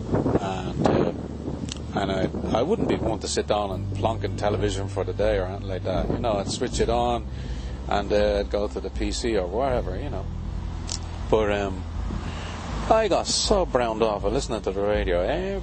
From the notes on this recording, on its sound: with a talk in a beautiful local park on a sunny afternoon